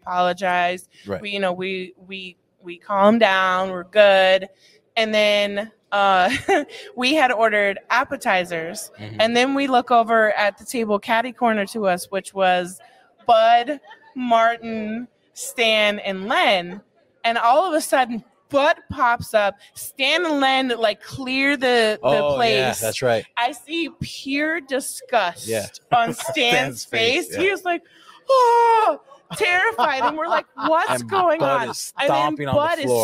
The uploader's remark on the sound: This week we take the show on the road. We recorded from The Next Level Laser Conference in Dallas.